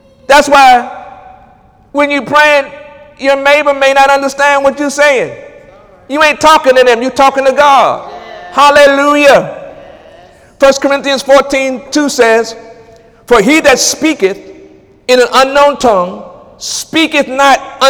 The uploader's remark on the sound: During Wednesday night service on October 11, 2017